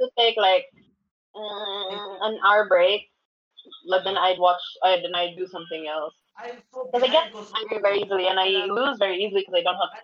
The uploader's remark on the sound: Note: Audio may be faulty due to technical difficulties